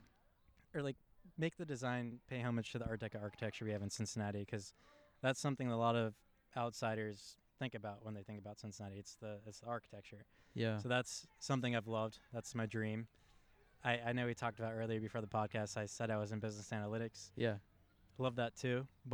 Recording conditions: outdoors